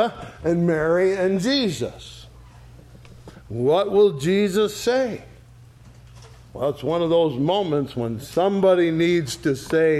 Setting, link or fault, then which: setting, large echoing room